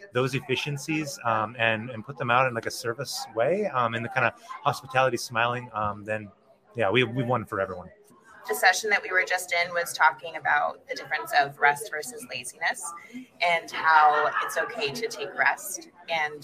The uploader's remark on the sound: In this episode, we're coming to you from the 2023 MPI Cascadia Educational Conference in Blaine Washington. The MPI Cascadia Educational Conference (CEC) is a joint regional conference for the Oregon and Washington State Chapters of Meeting Professionals International.